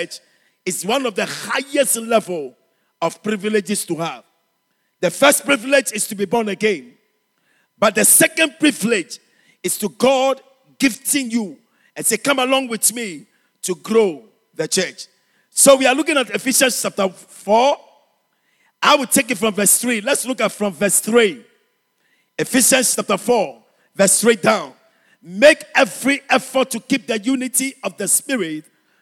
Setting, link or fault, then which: setting, large echoing room